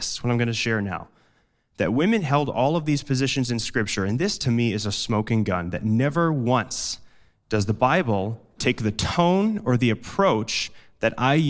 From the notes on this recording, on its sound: Delivered live, at Capital City Church in St. Paul, MN.